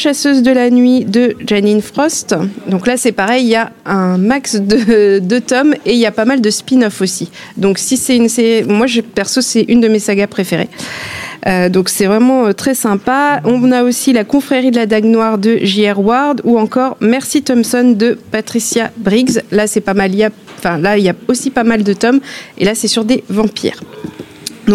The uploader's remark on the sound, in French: nous nous sommes réunis pour un club de lecture exceptionnel en direct de la Bibliothèque Alexis de Tocqueville de Caen